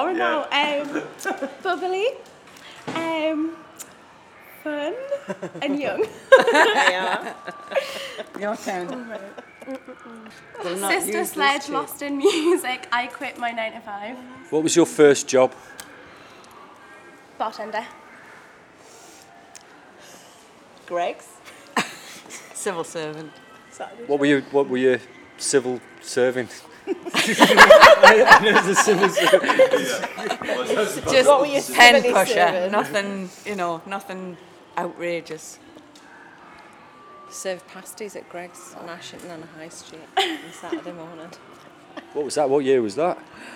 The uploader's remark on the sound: We were invited by Woodhorn Museum near Ashington, Northumberland to deliver a session as part of the Northumberland Miner's Picnic. We recorded over 20 people on the day who attended the picnic and live in the area; young and old from 6 to 65.